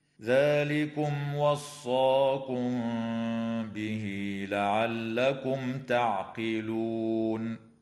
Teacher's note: قوله تعالى: ذلكم وصاكم به لعلكم تعقلون، إظهار شفوي للميم الساكنة في كلمة ذلكم لوقوع الواو بعدها، وفي كلمة لعلكم لوقوع التاء بعدها. وأما الميم في كلمة وصاكم فقد وقعت قبل حرف الباء، فحكمها الإخفاء الشفوي مع الغنة. وتوصل الهاء في قوله تعالى به لعلكم بياء تمد وصلا بمقدار 2 حركات، وتنتهي الآية بالإجماع عند قوله تعالى لعلكم تعقلون، والوقف هنا من قبيل الوقف الكافي، هكذا: ذلكم وصاكم به لعلكم تعقلون.